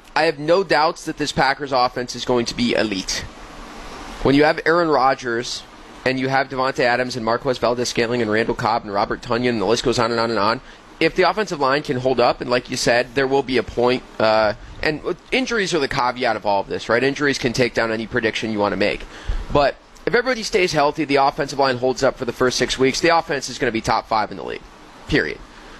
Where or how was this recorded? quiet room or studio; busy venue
busy venue